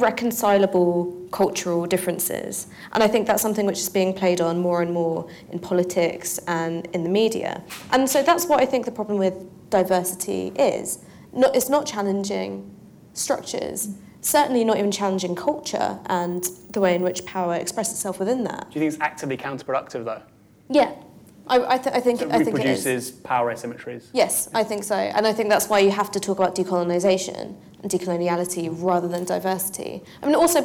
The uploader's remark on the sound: Recorded at Foyles, Charing Cross Rd, 23rd March 2016 at the second in the Our London event series in collaboration with Compass and co-hosted by Novara Media.